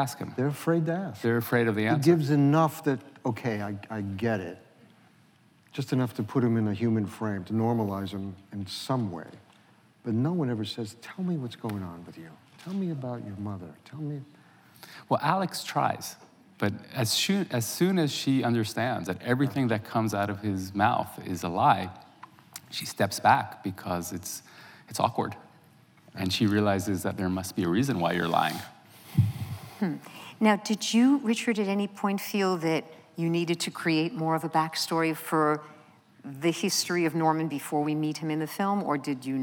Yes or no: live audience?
yes